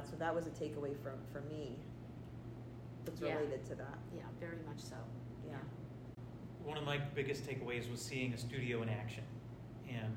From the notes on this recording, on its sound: Live from the Institute! The Institute is a professional development opportunity that features cohort-based collaborative learning, instructional workshops, community building, and open studio time.